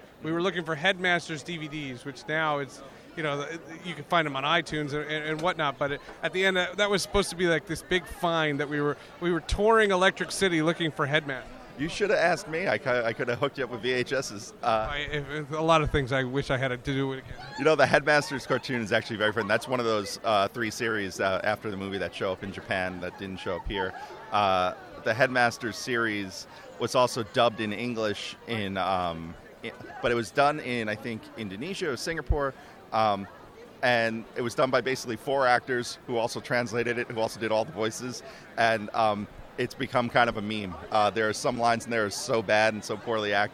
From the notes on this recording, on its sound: Recorded on the convention floor at the 2018 New York Comic Con